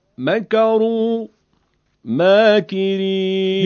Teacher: مکرو مکرین، ببینید این مکرو میم فتحه داشت، اما در مکرین همون رو اگه بکشیم شده مکرین، یعنی الف مدی همون فتحه شونه، فقط کشیده شده، میگیم تفاوت کمی پیدا کرده.